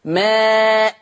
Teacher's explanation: أبدلت التنوين المفتوح ده ألف · Term: الهمزة المنونة بالفتح